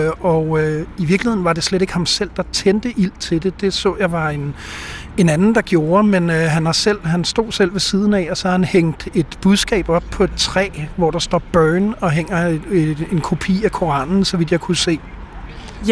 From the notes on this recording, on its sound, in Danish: En performance på Christiansborg Slotsplads. Vi sender live fra slotspladsen med en lektor i retsfilosofi.